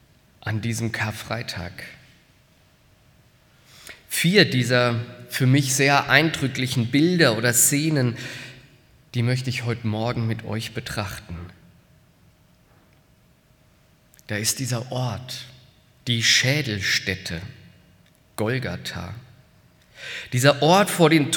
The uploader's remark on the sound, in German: aus dem Karfreitaggottesdienst der Missionsberg-Gemeinde (LM)